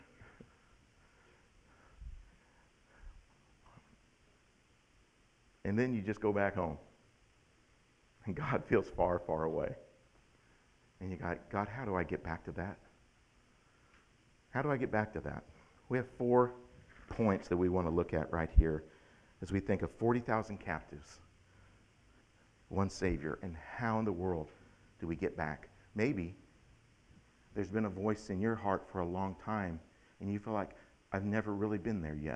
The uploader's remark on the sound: October 17th, 2021 at The Well, an Acts 29 and Converge Heartland Church in Hastings, NE